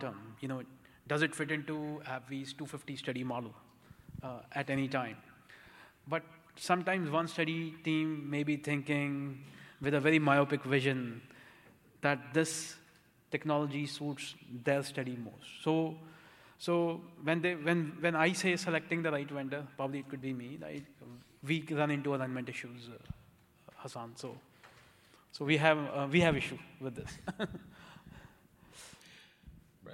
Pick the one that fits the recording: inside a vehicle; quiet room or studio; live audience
live audience